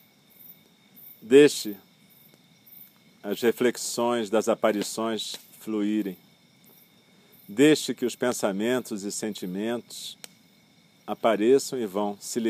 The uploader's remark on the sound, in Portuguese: Meditação do espaço aberto, realizada ao ar livre, de noite, em volta da fogueira (é esse o crepitar que se escuta na gravação).